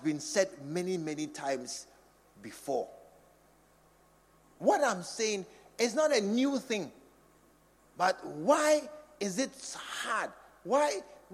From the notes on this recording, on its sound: Preached at the True Vine Cathedral.